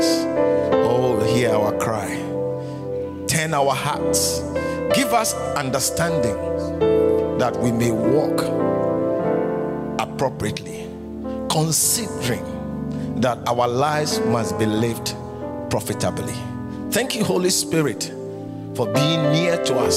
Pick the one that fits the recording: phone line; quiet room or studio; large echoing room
large echoing room